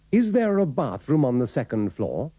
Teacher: También en el caso de la forma interrogativa, cuando there va seguido por la vocal, se pronuncia la R